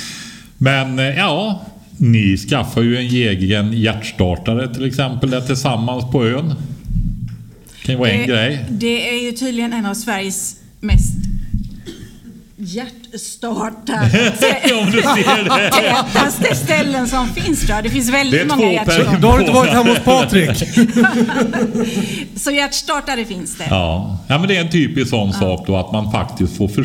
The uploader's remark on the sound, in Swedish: LIVEPODD från Fållnäs Gård. Vi firar avsnitt 100 med en äkta livepodd.